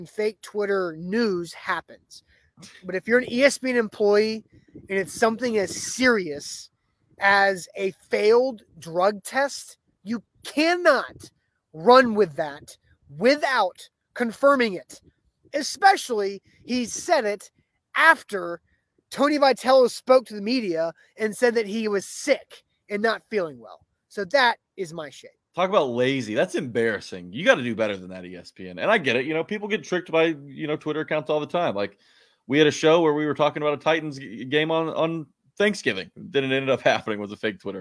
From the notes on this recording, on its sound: LIVE outside the Saint Thomas Sports Park before Titans OTAs.